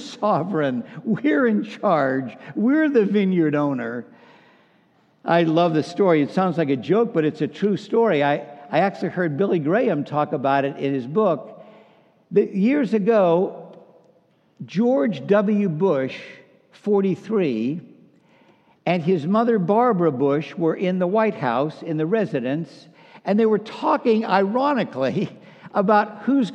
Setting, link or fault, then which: setting, large echoing room